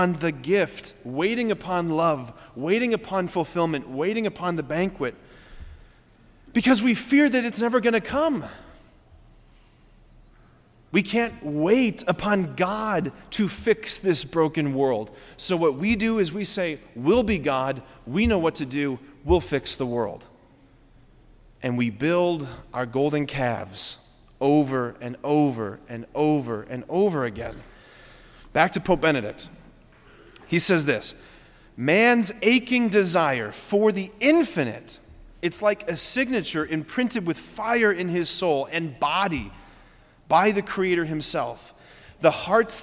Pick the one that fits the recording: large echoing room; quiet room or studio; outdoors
large echoing room